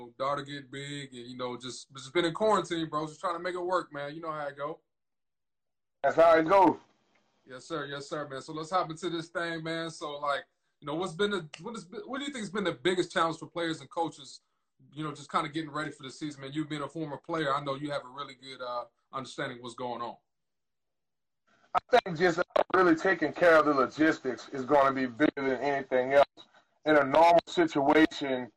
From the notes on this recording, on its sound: My apologies for any audio issues you throughout this episode.